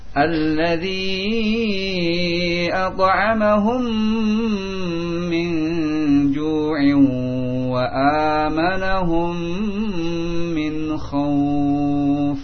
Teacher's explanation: dimasukkan mim yang sukun pada mim yang berharokat dengan ditahan dua harokat · Ketika ada mim sukun menghadapi mim dinamakan idgham syafawi atau idgham mimi.